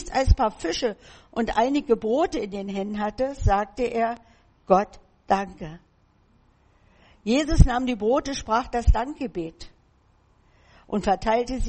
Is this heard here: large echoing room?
yes